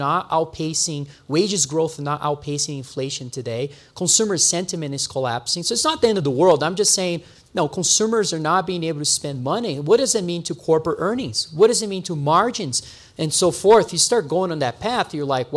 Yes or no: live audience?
yes